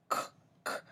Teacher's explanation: K with a tail will be more as k, k. It's more glottal k and stronger.